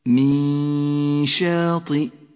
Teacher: تخفى النون بالشين مع بقاء غنة للنون من غير تشديد · Term: إخفاء